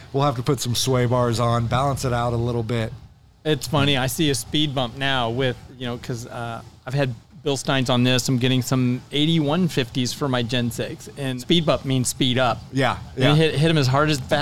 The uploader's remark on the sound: Recorded from the Super Celebration 2023 in Townsend TN